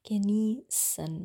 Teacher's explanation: Das Wort genießen sprechen wir mit einem stimmlosen S aus, Genießen. Wir sagen nicht genießen, sondern genießen.